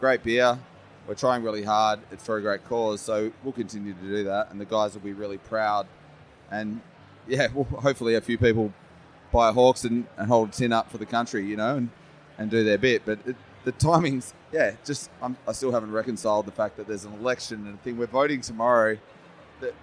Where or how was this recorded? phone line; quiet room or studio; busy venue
busy venue